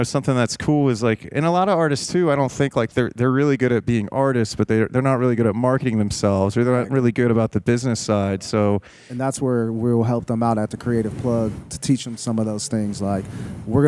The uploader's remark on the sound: This episode was live from The Creative Plug. This episode was live from The Creative Plug.